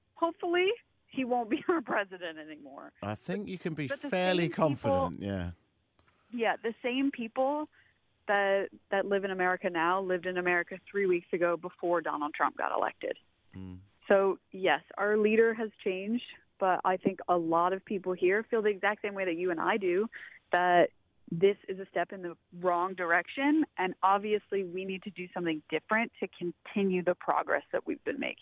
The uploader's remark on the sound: joins us on the phone from California